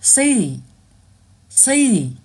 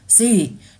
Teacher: 这个 T 其实变成一个很快速发的一个 D 的这个音了 · Term: fastD